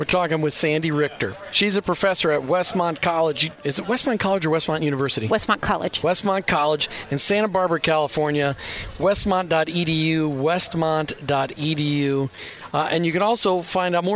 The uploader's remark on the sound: LIVE from Chicago at the Faith at Work Summit.